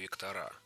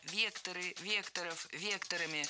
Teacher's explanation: Всегда ударяем «е» в первом слоге. Это слово тоже имеет неподвижное ударение на основе. · Shown in: second take